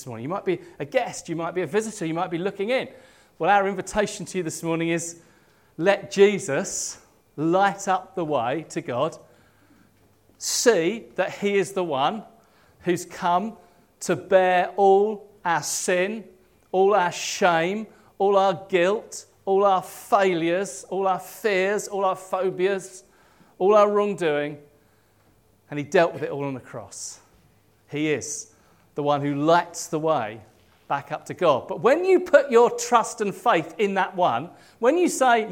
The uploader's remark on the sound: At King's Church, Cockermouth, as an audio file.